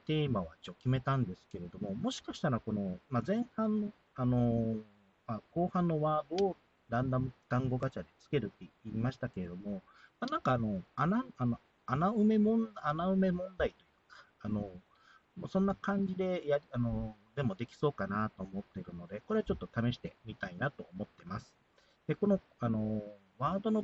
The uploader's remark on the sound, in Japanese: 音質が悪いです。ご了承ください。